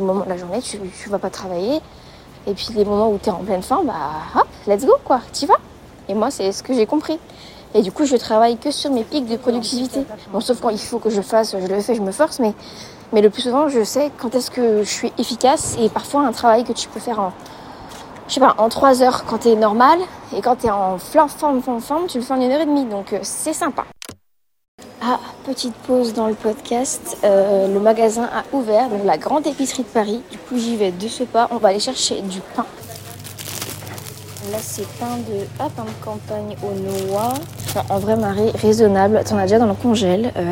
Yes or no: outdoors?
yes